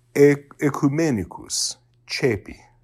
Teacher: in ecclesiastical Latin, it's pronounced like a long E.